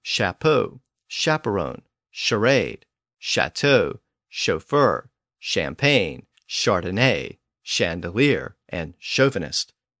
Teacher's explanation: French words that came in during or after the 1400s tend to have that newer sh sound.